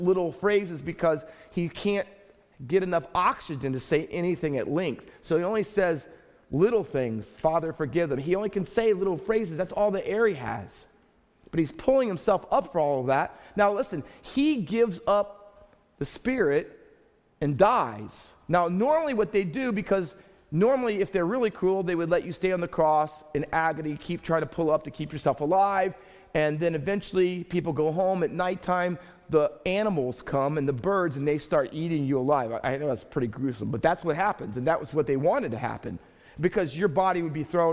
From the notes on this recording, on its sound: Faith Baptist Church in Hamilton, NJ.